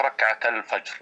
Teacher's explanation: نعم، ركعتا الفجر التقاء الساكنين، السكون على الألف في ركعتا مع همزة الوصل في الفجر، هنا حذفت الألف لفظا لا كتابة من ركعتا وصارت ركعتا الفجر. · ركعتا الفجر، يعني كان وصلنا التاء باللام